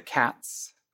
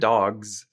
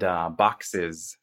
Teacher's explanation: And those are other ways of pronouncing that plural S ending in English. So the S plural has three different pronunciations. You can pronounce it as an S, as a Z, or as an IZ